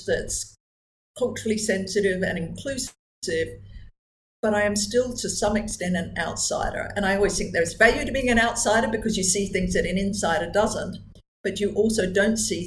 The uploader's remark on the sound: Please excuse the iffy audio quality—Zoom can be uncooperative, especially to burgeoning podcasters!